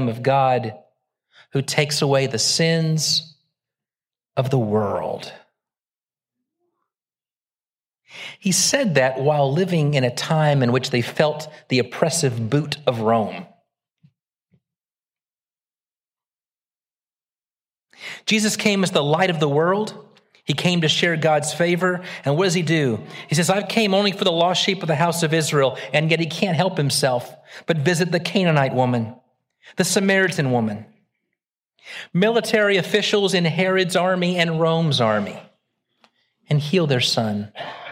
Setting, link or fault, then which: setting, large echoing room